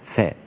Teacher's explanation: والفاء من بطن الشفاء السفلى مع الثنايا، أطراف الثنايا العليا